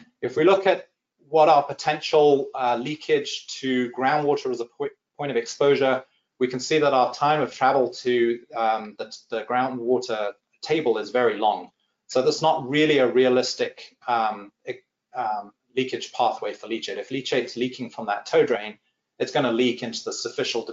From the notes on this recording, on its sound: This is an audio version of the FGI webinar.